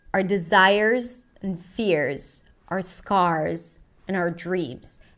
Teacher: So the word our reduces to are. Sounds like the word are or the letter R. · Term: reduced words